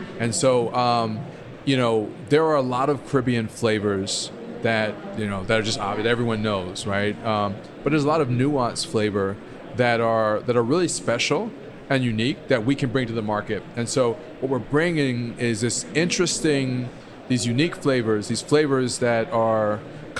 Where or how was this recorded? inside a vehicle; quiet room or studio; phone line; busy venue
busy venue